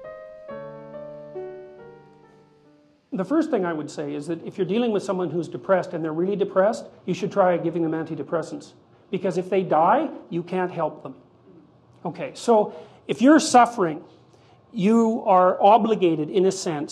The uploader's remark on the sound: This public lecture, recorded by TVO